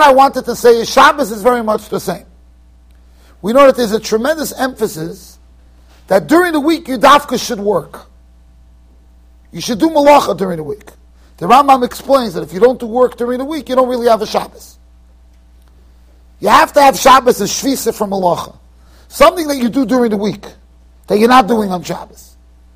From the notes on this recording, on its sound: Shiur recorded in Yeshivas Ohr Reuven, Monsey NY.